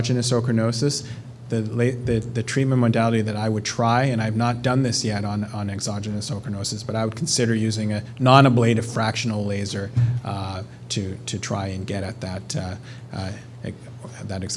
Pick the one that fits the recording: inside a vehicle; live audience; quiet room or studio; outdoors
live audience